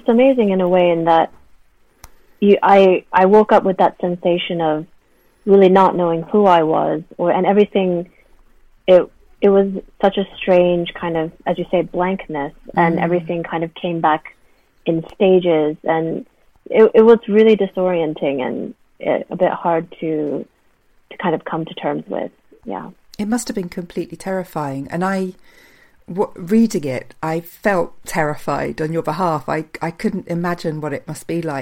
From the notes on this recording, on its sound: This interview is recorded over a line, so please forgive any glitches in sound.